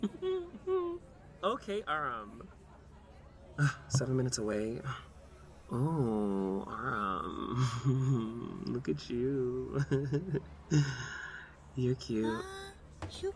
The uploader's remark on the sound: It is late in the evening and we are on the sidewalk outside of Faultline Bar on Melrose Ave.